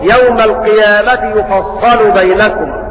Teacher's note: وقرأ ابن زكوان بضم الياء وتشديد الصاد مفتوحة